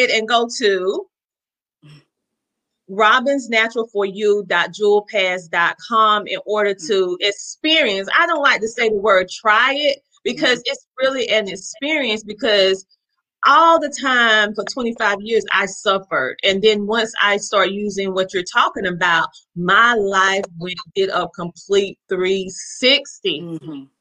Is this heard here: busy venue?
no